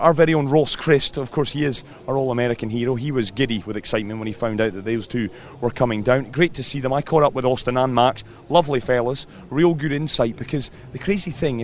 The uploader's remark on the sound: From the rooftop garden of Barasti. Back at Barasti, where the game is always on.